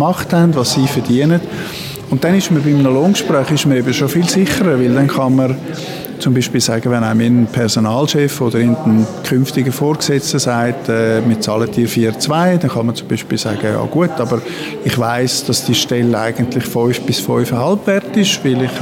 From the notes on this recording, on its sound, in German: Lange Nacht der Karriere 2023. Wir haben uns unters Publikum gemischt.